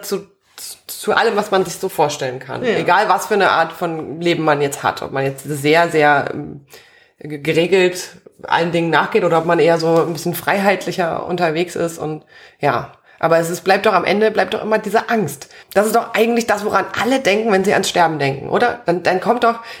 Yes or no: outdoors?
no